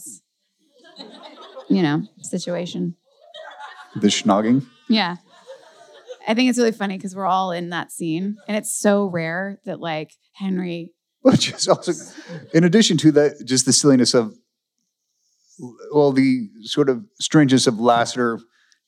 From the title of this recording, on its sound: LIVE FROM ATLANTA COMIC CONVENTION